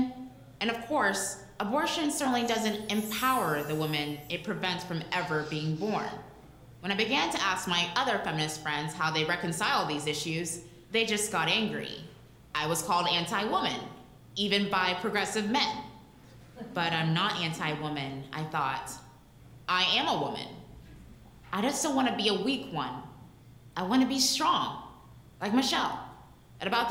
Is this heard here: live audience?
yes